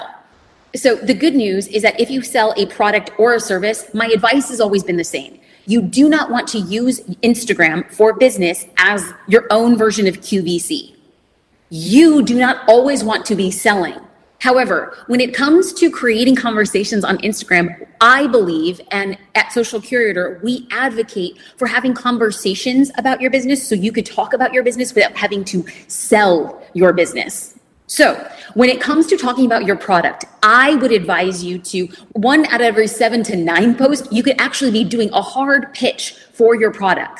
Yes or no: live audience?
yes